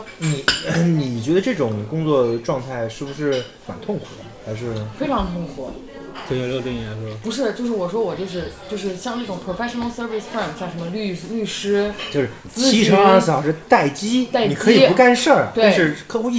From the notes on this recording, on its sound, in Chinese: 因为对谈场所是在公共空间，所以杂音较多